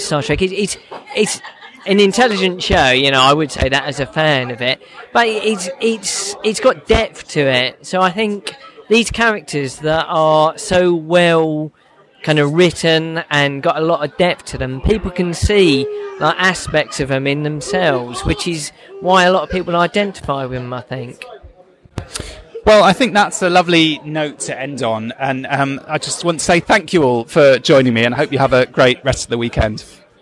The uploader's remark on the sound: In this special episode of Primitive Culture, recorded live at the Destination Star Trek convention in Birmingham, England